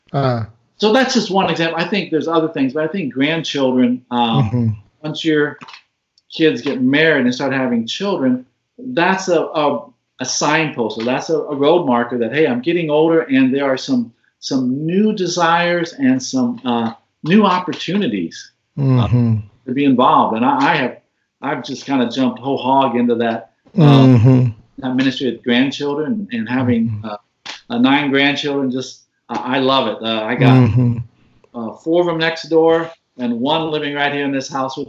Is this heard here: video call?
yes